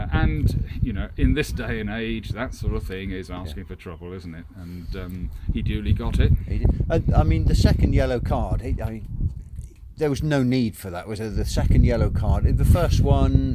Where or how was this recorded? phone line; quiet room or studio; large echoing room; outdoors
outdoors